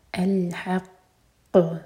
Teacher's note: قصص الحق قاف پر رکیں گے تو قاف پر اسٹرانگ قلقلہ. قاف ہیوی لیٹر ہے اور قاف پر جب رکتے ہیں تو قلقلہ کرتے ہیں، اور یہاں پر قاف پر شدہ بھی ہے تو بہت اسٹرانگ قلقلہ ہوگا.